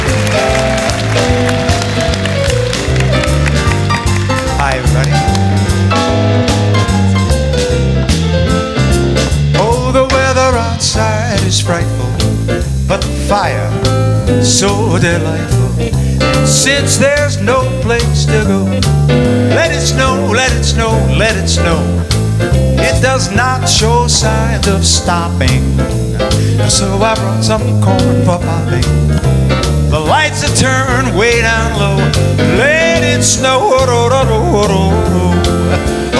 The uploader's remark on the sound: Live at the SouthPoint Casino